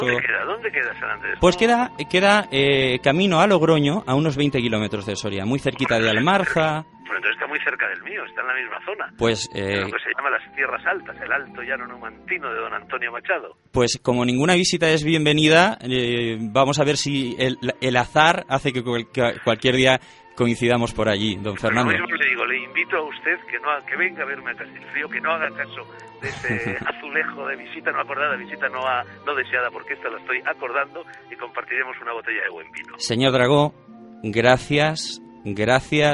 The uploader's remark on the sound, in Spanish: Entrevista telefónica.